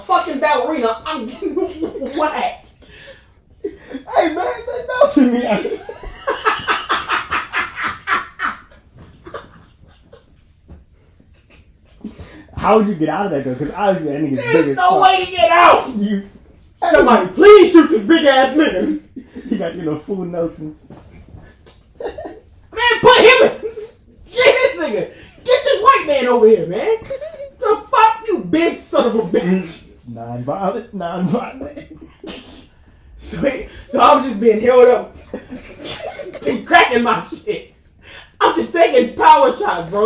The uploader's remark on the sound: THIS IS OUR IMPROMTU EPISODE, MICS WEREN'T SET UP, CAMERA WAS NOT ROLLING